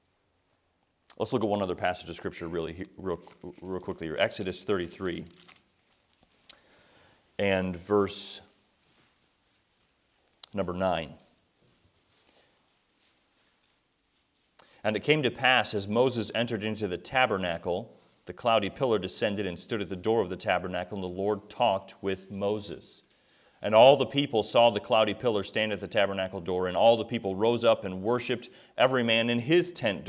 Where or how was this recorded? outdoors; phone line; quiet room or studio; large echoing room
large echoing room